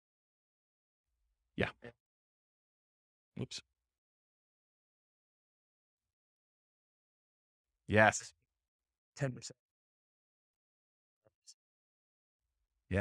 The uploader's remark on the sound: This was a live class recorded